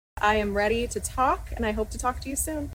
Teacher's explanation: the way she speaks, the vocal fry, the Valley Girl lilt